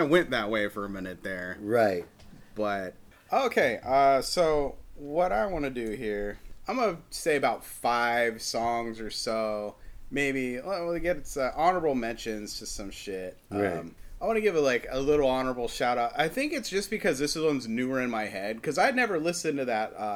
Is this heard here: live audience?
no